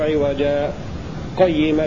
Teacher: يسكت حفص ثبتة لطيفة بدون تنفس، ومقدارها حركتان